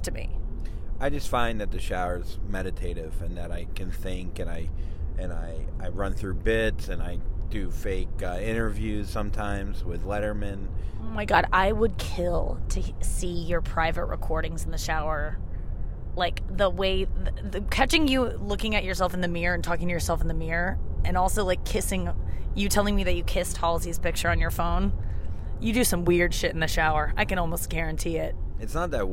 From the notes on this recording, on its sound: In the car on the way to their gig at the Stress Factory in NJ. Back in the car.